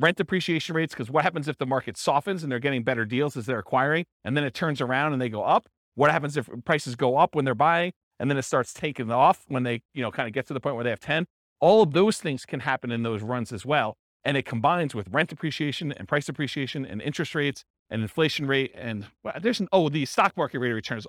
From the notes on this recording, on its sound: This was a live class recorded